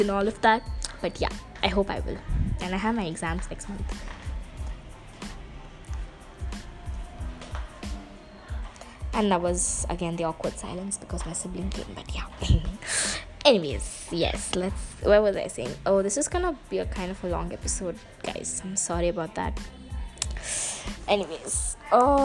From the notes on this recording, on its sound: Ignore the bg sounds